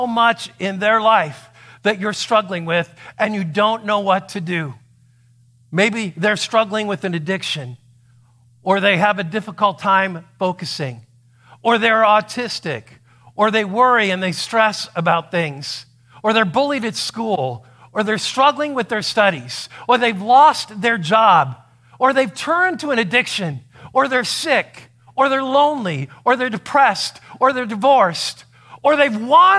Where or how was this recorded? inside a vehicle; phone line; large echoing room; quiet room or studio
large echoing room